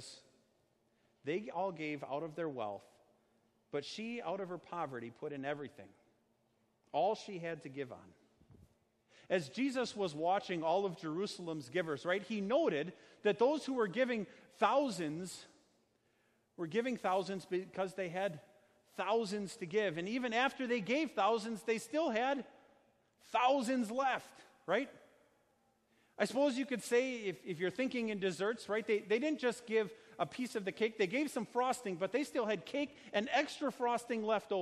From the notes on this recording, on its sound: Sermon preached on Sunday, August 25, 2019, at Our Savior Lutheran Church in Birmingham, AL.